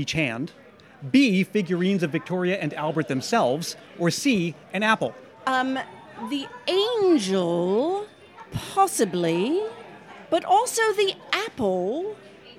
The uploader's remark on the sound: Live Show — The Great Dickens Christmas Fair. It's Christmas Past's first live show! Recorded outside the Great Dickens Christmas Fair in San Francisco. This is the first time the Dickens Fair has hosted a live podcast recording. Enticing aromas of roasted chestnuts and hearty foods fill the air.